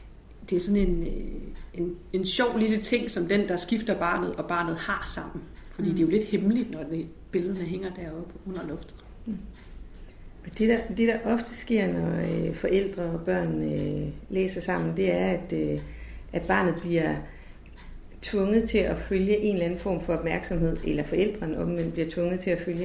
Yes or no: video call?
no